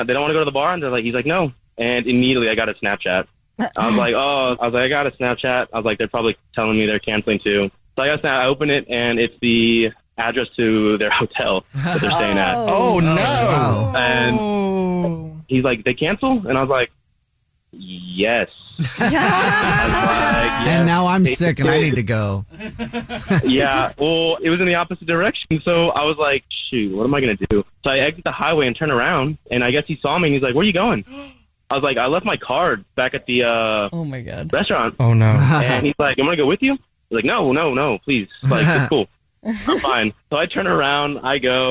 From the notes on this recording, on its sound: The man on the phone